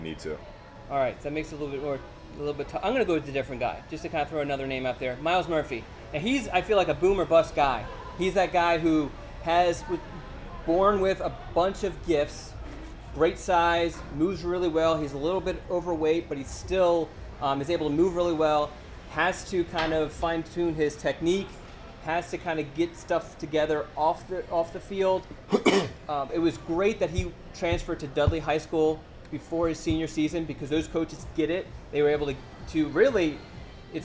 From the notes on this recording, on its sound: Live From IC's 2020 National Signing Day Event. The IC crew comes to you live from the Hickory Tavern in Carrboro for the 2020 National Signing Day Event. Answer questions from the members of the IC community in attendance.